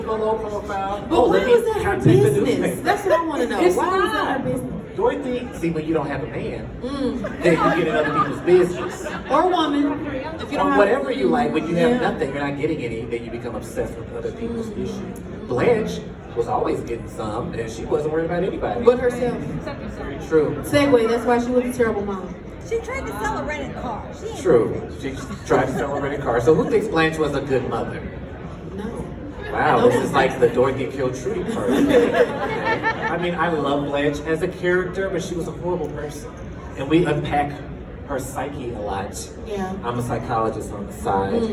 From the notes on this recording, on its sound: Live from Goldencon 2023! Recorded in front of a live studio audience from The Rusty Anchor stage!